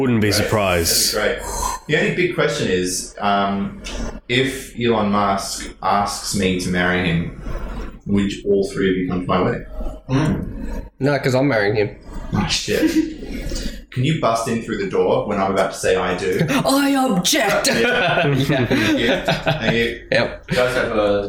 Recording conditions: poor sound quality